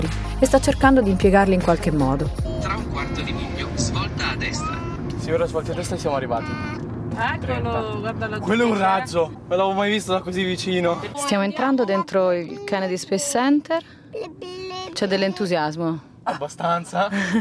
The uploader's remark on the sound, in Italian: Live dallo Space Center.